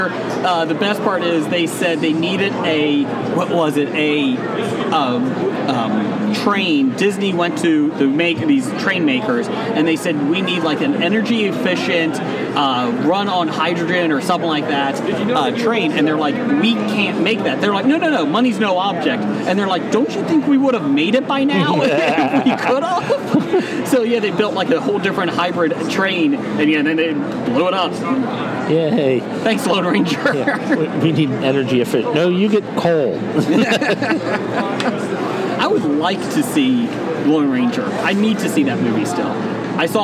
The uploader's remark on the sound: Recorded at Cincinnati Comic Expo